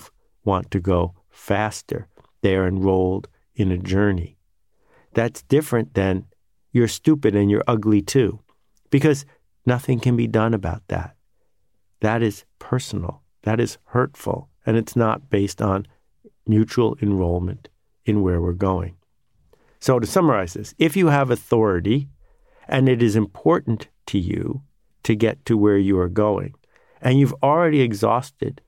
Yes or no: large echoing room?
no